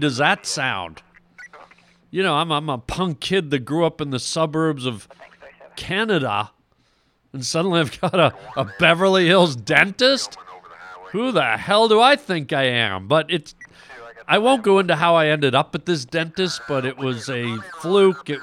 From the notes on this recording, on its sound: listener phone calls!